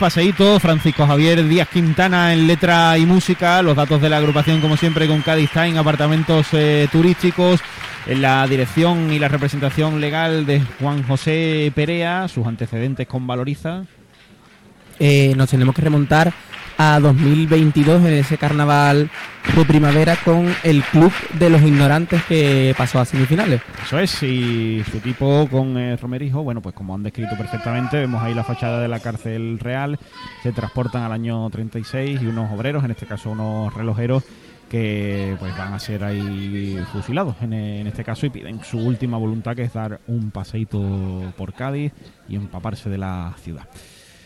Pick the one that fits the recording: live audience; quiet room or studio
live audience